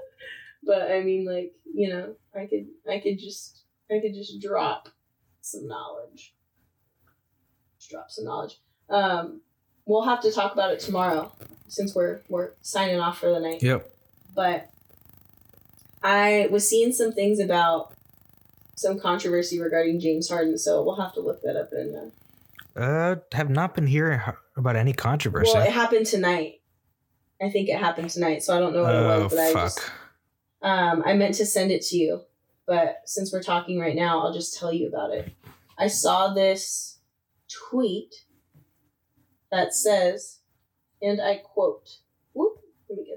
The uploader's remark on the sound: To boot we gave you some struggle bus audio. Lots of technical difficulties to start the year.